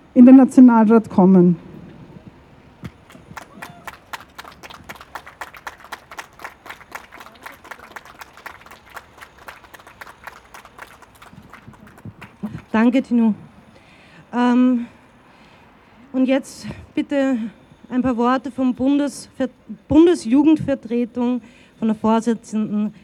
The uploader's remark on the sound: O-Ton Kundgebung für Schutz von Kindern und Jugendlichen mit Variationen der Geschlechtsmerkmale. In Wien.